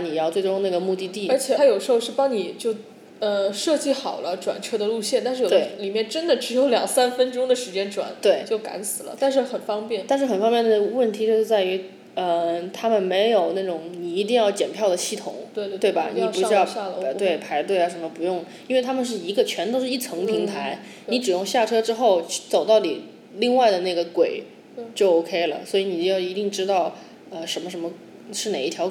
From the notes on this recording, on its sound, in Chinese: 本期节目面基录制，房间混响较大